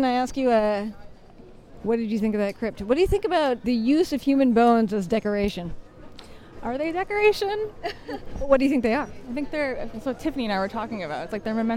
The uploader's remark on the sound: We bring you along with us on the final tour of our amazing Rome Adventure last month! During breaks between the sites of this super-secret Rome walk. Pulls out her microphone and interviews a few of our guests.